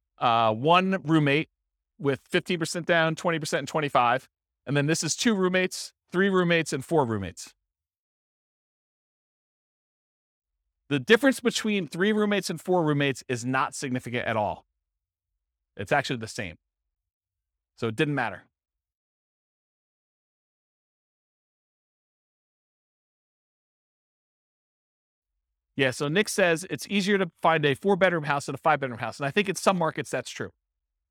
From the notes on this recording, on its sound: This was a live class recorded